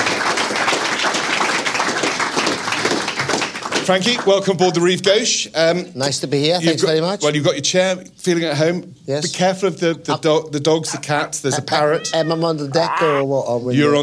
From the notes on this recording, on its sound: On board The Rive Gauche for a show recorded in front of a live audience.